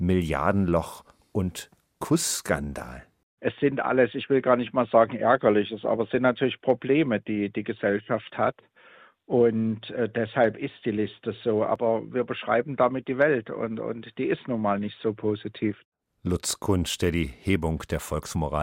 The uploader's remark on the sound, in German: am Telefon äußert sich